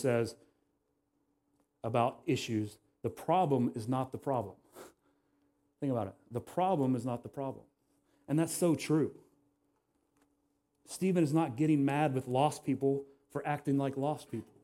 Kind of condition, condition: setting, large echoing room